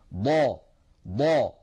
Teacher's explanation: من حافة اللسان اليمنى أو اليسرى أو منهما معا مع الصفحة الداخلية مع ما يحاذيها من الأضراس العليا · Term: الضاد